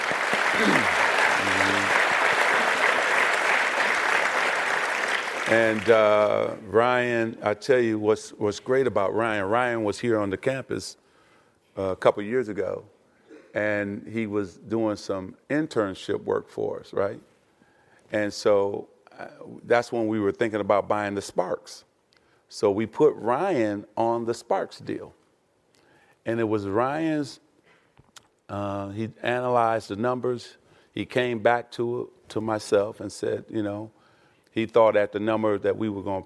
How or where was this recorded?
live audience